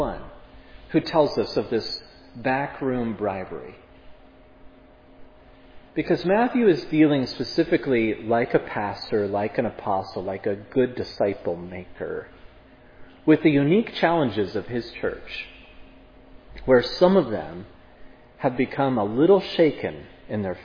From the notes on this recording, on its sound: This sermon was preached at Providence Church